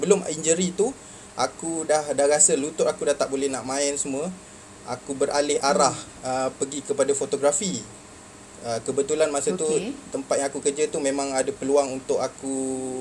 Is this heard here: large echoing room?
no